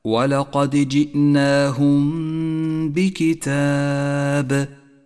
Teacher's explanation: نبدأ بالإخفاء الشفوي عند قوله تعالى: ولقد جئناهم بكتاب. الميم الساكنة جاء بعدها حرف الباء، نخفي الميم بالباء، ونقف على الميم بغنة زمنها حركتان